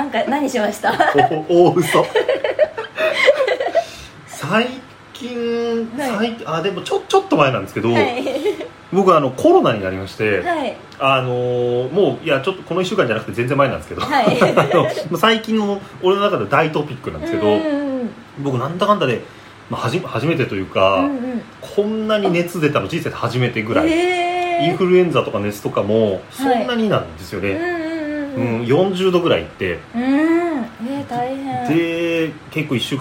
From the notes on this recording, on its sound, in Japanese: 録音の不備により、多少のノイズが混ざっております。